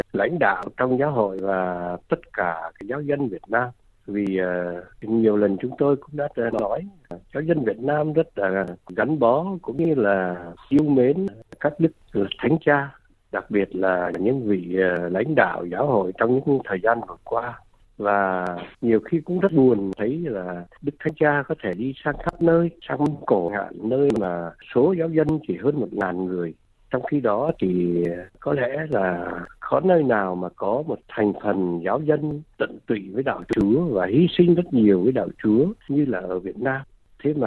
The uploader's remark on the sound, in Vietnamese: Bài phỏng vấn qua điện thoại được thực hiện ngày 20/12/2023.